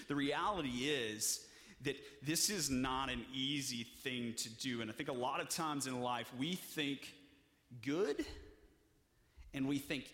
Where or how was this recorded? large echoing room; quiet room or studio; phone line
large echoing room